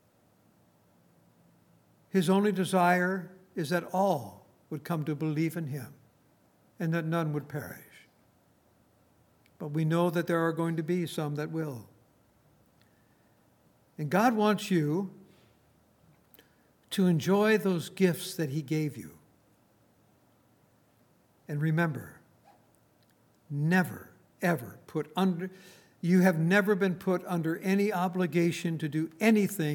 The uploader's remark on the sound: Recorded on March 24, 2019, at Grace Bible Fellowship in Front Royal, VA.